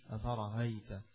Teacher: أفرأيت بتسهيل الهمزة بين الهمزة والياء · Term: التسهيل